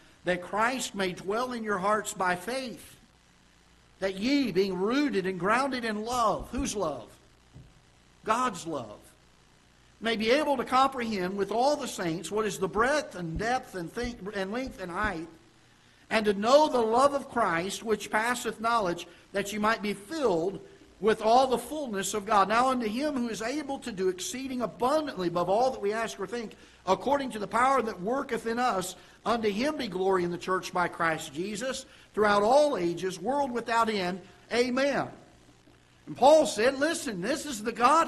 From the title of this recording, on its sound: Ketha Heights Baptist Church ~ Live Broadcast